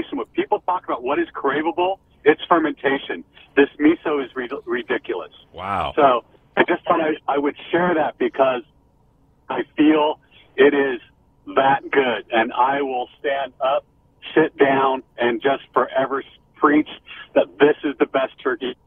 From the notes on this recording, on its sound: live listener call-in show